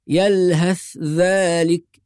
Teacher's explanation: وبعض الناس أحيانا يقلقل الثاء أو يترك نفس ويفصل بين الثاء والذال، فنسمع بعض الناس يقول مثلا يلهث ذلك أو يلهث ذلك، يأخذ نفس، وهذا خطأ. لازم نربط مباشرة بين الثاء والذال بإظهار الثاء والمحافظة على السكون فيها بدون قلقلة أو سكت أو فصل · Term: الإظهار